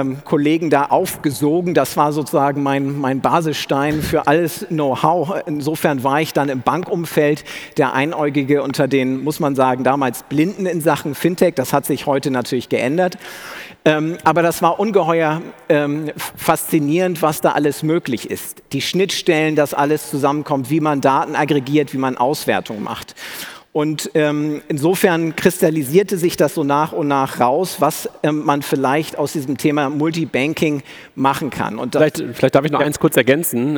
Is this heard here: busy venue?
yes